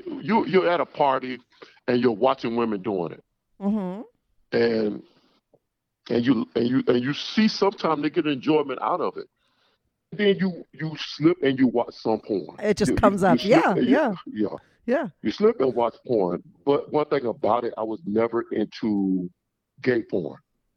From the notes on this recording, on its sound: he called in to talk all about it